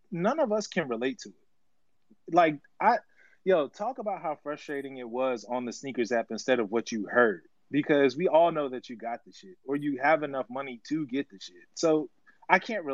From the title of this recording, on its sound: LIVE FROM TWITTER SPACES!